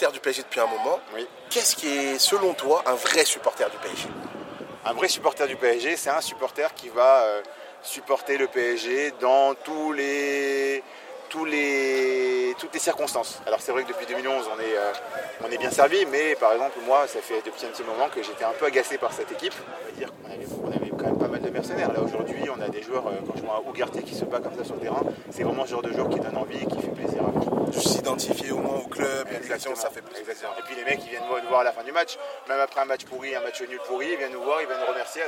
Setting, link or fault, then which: fault, wind noise